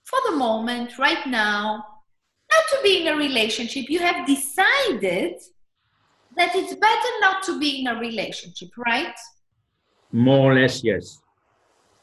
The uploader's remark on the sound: This is a recording taken from my last webinar.